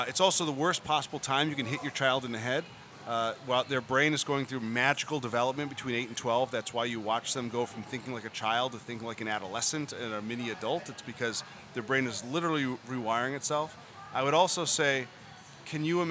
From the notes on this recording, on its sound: Live from Fenway Johnnie's in Boston!